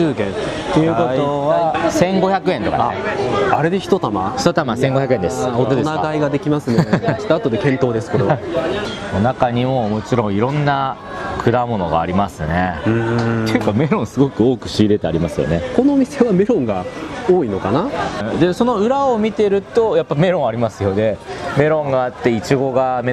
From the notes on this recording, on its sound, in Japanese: その場所とは「三源里菜市場」つまり野菜市場です。現場からのリポートをお届けします！